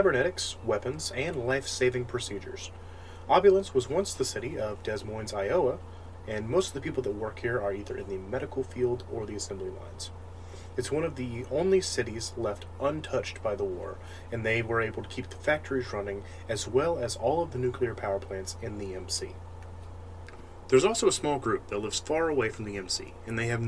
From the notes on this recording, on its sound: I am very sorry about the background noise, my PC fans are very loud and I am working towards a replacement fan/better mic.